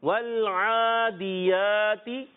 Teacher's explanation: عین کی ادائیگی حلق کے درمیان والے حصے سے